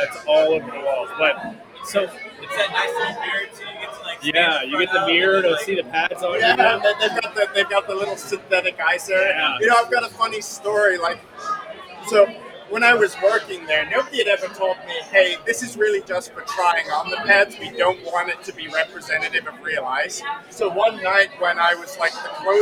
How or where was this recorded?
busy venue